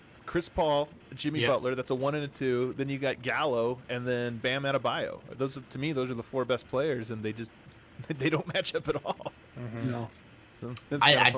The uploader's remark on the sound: LIVE from The DNVR Bar!